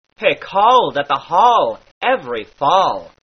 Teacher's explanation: The sound all is lilted as in Irish. Therefore, he called at the hall every fall, becometh he called at the hall every fall.